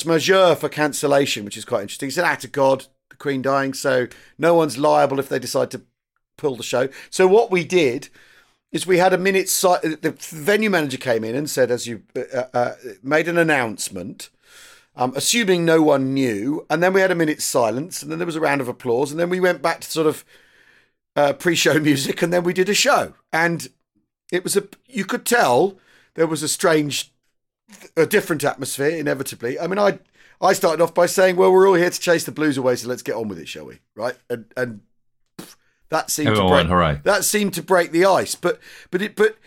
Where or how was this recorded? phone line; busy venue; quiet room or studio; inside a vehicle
quiet room or studio